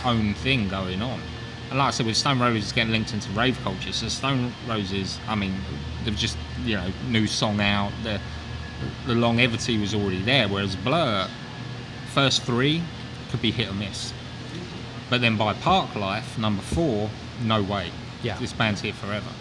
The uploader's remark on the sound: In our first of many field recordings, we travel to Louisville, Kentucky. This episode was recorded onsite at Haymarket Whiskey Bar who were gracious enough to let us sit in and record.